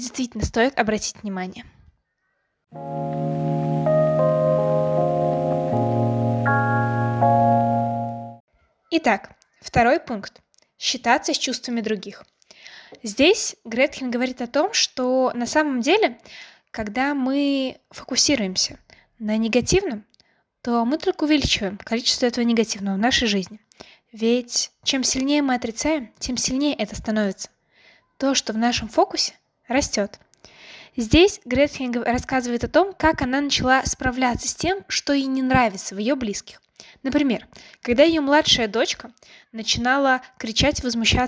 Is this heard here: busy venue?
no